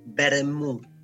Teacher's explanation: Nadie dice la T de vermut, no dice vermut.